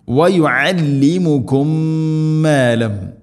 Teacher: ഇവിടെ ഐന് ശ്രദ്ധിക്കണം, തൊണ്ടയുടെ മധ്യഭാഗമാണ്.